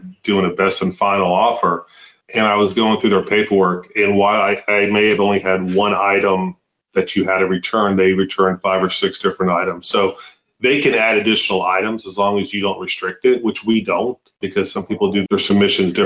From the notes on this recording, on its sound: We’re bringing you a recorded webinar featuring the story of UT Health San Antonio, a leading research university in South Texas.